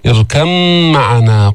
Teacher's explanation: قلبت الباء ميما، ولا بد من إظهار الغنة لأنك أبدلت من الباء ميما ساكنة وفيها غنة.